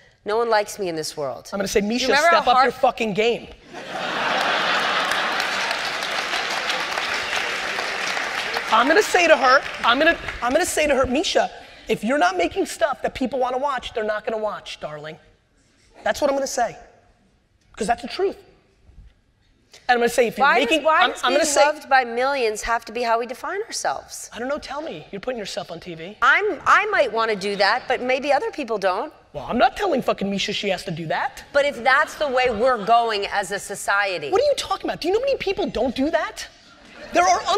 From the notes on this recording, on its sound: This was an all-time keynote. At the 92nd St Y.